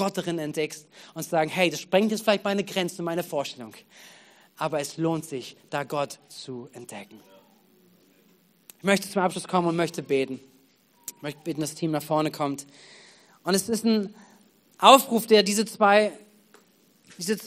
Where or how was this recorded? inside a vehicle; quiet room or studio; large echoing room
large echoing room